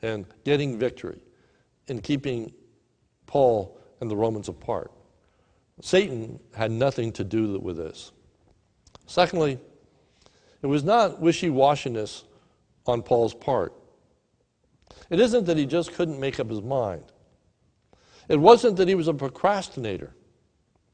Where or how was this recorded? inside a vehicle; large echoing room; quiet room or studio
large echoing room